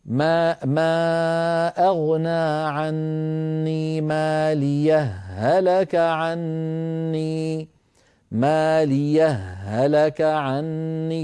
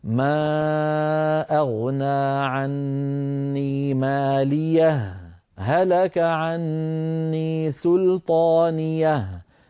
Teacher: فالذين يدغمون يقولون: ما أغنى عني ماليه هلك عني، ماليه هلك عني، فيدغمون الهاء في الهاء · Shown in: first take